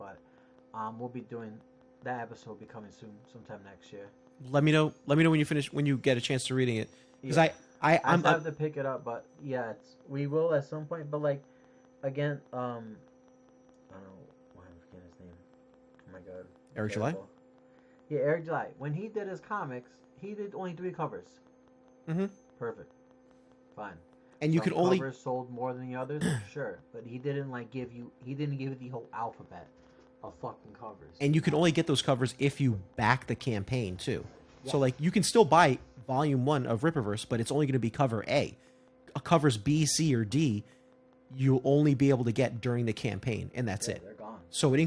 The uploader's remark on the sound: All the while battling technical issues.